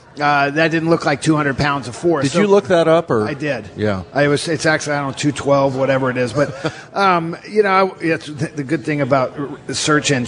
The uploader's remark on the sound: Sit down live at Pearl Seafood and Oyster bar in Lincoln Square.